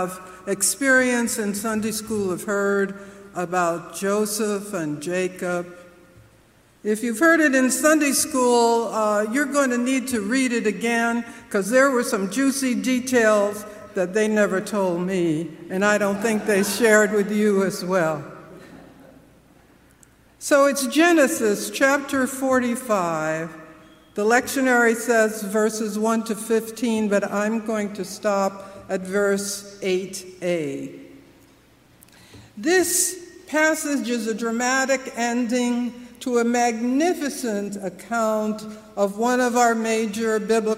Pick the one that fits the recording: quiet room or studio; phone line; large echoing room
large echoing room